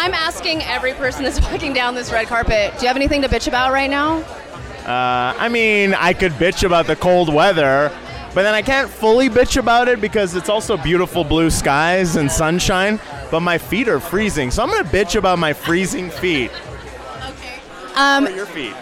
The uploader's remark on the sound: Opening Night at Sundance Film Festival. We are LIVE from the SundanceTV HQ red carpet.